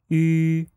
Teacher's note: There is no equivalent of this in English, but the easiest way to get this sound is to first pronounce the sound e, and you should notice that the edges of your mouth are pulled outwards, almost into a smile. Now, as you are making the e sound, start pulling the edges of your mouth inwards and purse your lips into a round shape, and you should get the ü sound